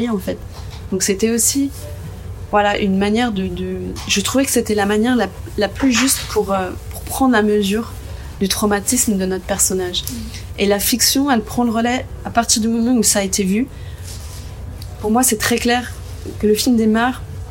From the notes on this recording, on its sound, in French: Entretien réalisé au Festival de Cannes 2023